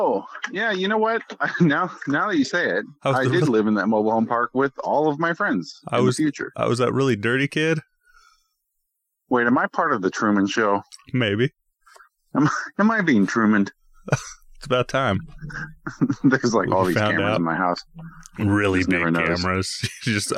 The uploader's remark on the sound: Recording over the phone.